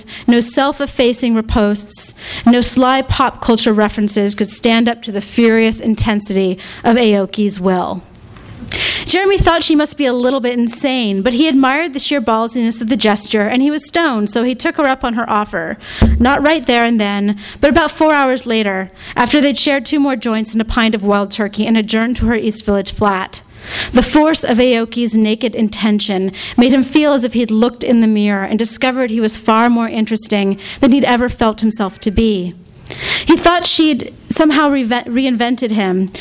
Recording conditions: live audience